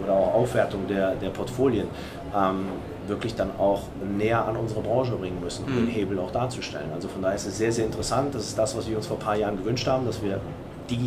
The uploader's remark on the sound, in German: Der Expo Real Live-Podcast. Herausgekommen ist ein Live-Podcast, der das Messegeschehen so wiedergibt, wie es sich für eine Messe gehört. Aufnahmegerät auf den Tisch, auf "Aufnahme" gedrückt und Tacheles gesprochen.